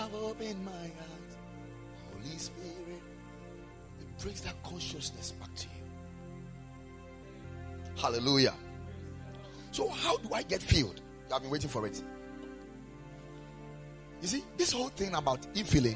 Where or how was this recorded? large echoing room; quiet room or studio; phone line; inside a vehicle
large echoing room